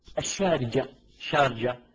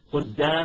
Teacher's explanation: وبعضهم مثلا يلفظها جيم، القاف جيم · Shown in: first take